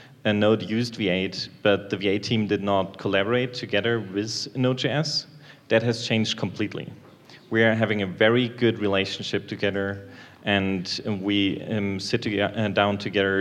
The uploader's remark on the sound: LIVE from NodeConf Colombia. A live show at NodeConf Colombia with a panel of 4 experts from the Node community.